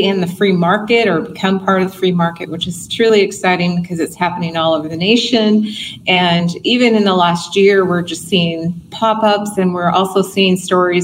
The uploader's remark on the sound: FMMA Conference. Live from the Omni Fort Worth Hotel, TX.